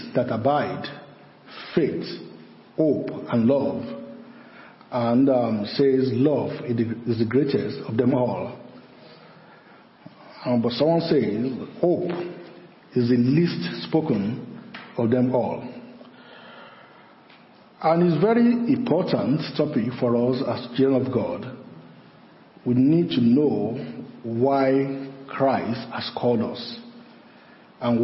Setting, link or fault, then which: setting, large echoing room